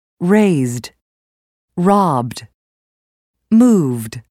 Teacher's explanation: The ed ending for verbs that end with voiced consonants has a d sound.